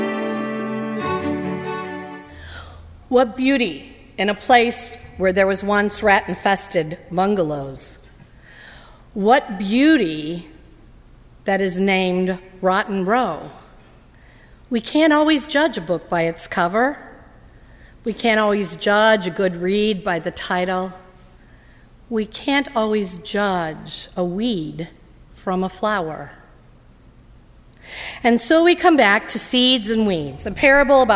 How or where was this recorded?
large echoing room